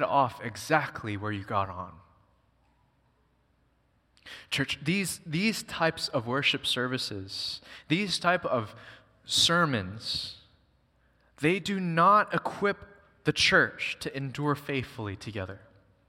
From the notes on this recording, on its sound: Recorded on September 3, 2023 at Waialae Baptist Church.